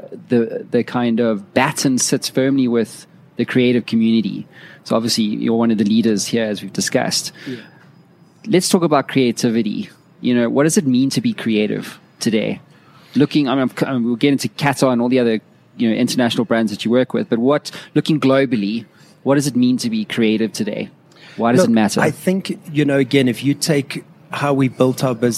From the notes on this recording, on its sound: Live inside one of their most recent design projects - the “Saint” restaurant in Sandton JHB.